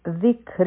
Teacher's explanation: په کاف باندې به مونږه همس کو. او په را باندې تنوین دی کسرتین دی نو دا را به نری ویلی شي.